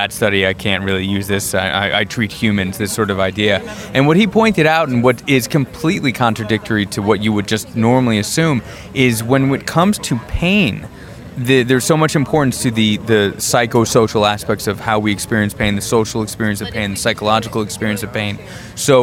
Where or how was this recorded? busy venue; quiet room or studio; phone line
busy venue